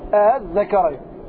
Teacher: طيب أحدهما إبدال وألفا مع المد المشبع أي ست حركات وهذا مر بنا، وثانيهما تسهيلها بين بين والمراد به عدم المد أصلا · Term: التسهيل